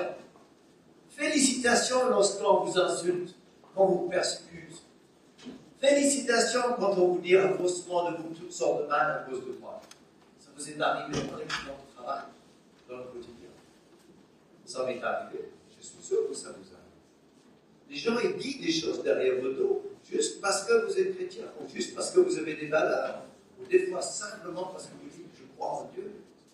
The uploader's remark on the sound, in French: Enregistré à l'église CVV, le 24/10/2021